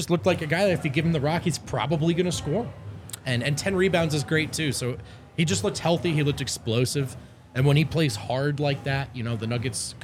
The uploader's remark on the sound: LIVE from the DNVR Bar